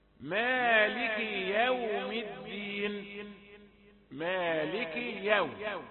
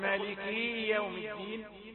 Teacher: كاف مكسورة لا تمدها · Shown in: first take · لا تقل مالكي يوم الدين، بل جعلت المالكين جمعا، جعلت المفرد جمعا، كأن مالكي يوم الدين كأن كثيرا يملكون يوم الدين، وكأنها كلمة مالكين وحذفت النون للإضافة.